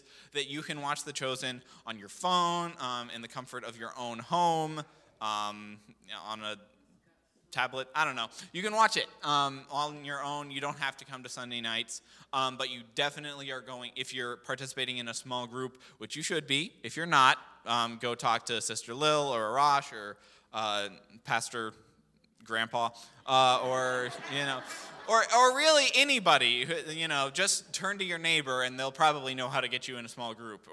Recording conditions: large echoing room